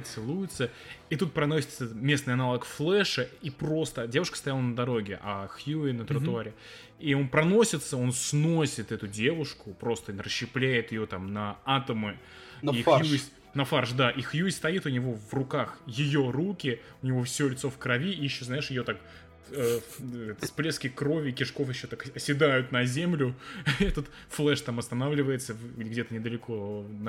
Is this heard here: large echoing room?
no